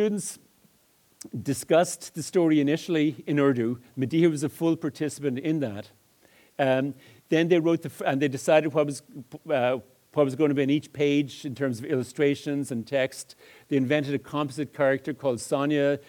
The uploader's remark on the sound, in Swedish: föredrag på Pedagog Malmö Live